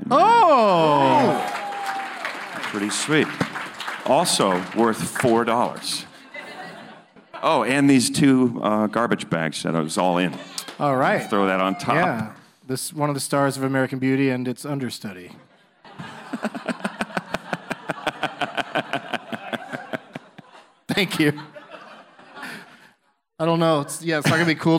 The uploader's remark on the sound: Live from the Improv in Tempe